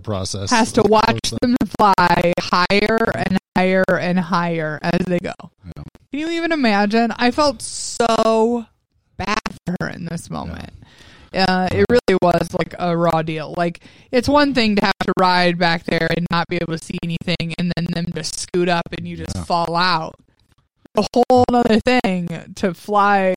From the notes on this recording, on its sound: The Audio is a little stuttery but it's the best we could get after noticing that the recording ended up this way.